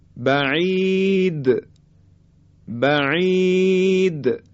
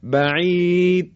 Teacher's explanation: اگه این صفت قلقله رو ما به خوبی انجام ندیم، یعنی حرف دال دیگه شنیده نمیشه و این صحیح نیست · Shown in: first take · اگه بگیم بعید، این صحیح نیست، بعید.